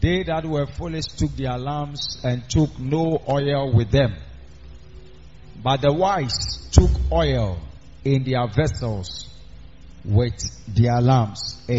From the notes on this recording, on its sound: Preached at the Miracle Arena during the new year